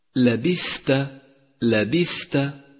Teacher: صفة الهمس لحرف الثاء من كلمة لبثت، لبثت، وأجري النفس معها لتقويتها